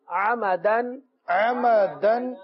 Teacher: عین سے ہے، حمزہ سے نہیں ہے، عین کی ادائیگی درست ہونی چاہیے